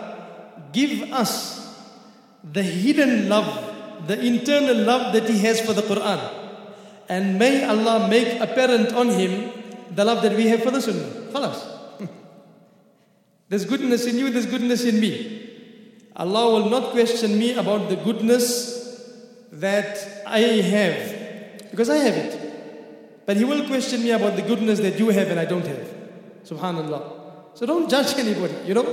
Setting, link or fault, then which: setting, large echoing room